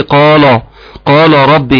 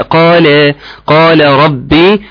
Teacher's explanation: خد بالك من المد الطبيعي في قال، وخد بالك من ترقيق اللام · Shown in: second take · ما تقولش ايه قال قال ربي، لا قال قال ربي.